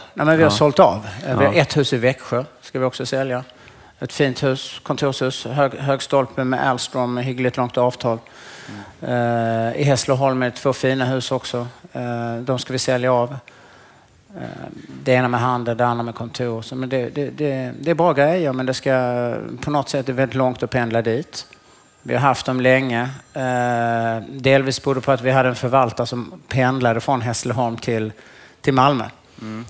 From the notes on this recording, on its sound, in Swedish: Fastighetspodden live från Business Arena